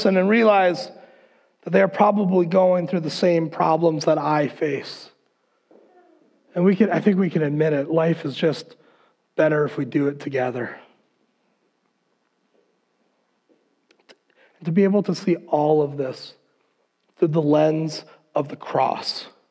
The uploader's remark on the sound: Recorded on February 7th, 2021 at Word of Life Church in Le Sueur, MN.